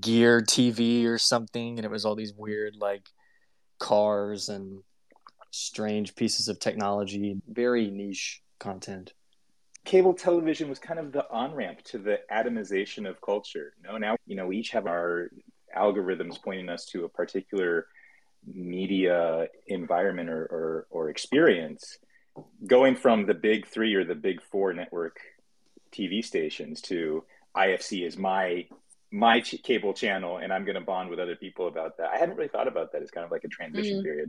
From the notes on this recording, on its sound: we hosted a Twitter Space